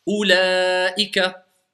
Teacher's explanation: c'est le cas d'une longue voyelle suivie d'une hamza à l'intérieur du, du même mot · Term: l'allongement dû à la Hamza